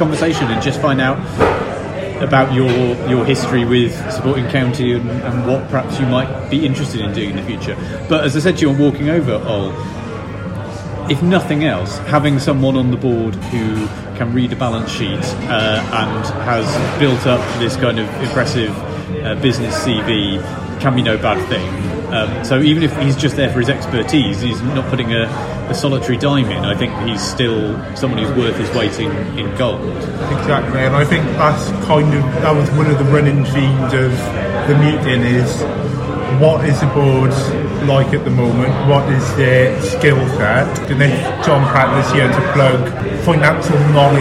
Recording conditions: background noise